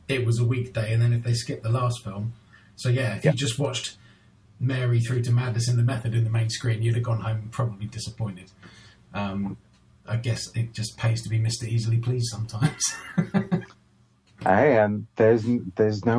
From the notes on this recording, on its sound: Apologies for the shit audio